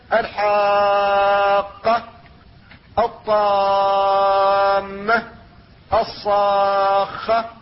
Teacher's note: فجميع القراء اتفقوا على مده بقدر 6 حركات